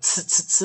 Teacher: T 跟 S 合起来啊，T S 结尾是念呲，呲，呲，有听到呲，呲，呲的音啊，呲，呲，呲，这是一个二合辅音啊，啊，在字典上啊比较少去提到这个二合辅音 T S 啊，所以 T S 是念呲，呲，呲， T C H 是念 ChT C H 念“吃，吃，吃”。哦，所以说在这个地方，哦，同学们先练习一下啊。那我待会给大家一个示范啊。那我们来看今天带来的生词哦，啊，用